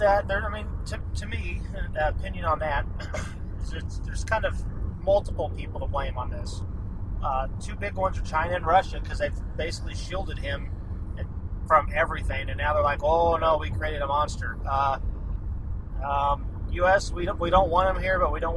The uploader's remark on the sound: The first Geekaholics road trip recording. We run the mic while driving.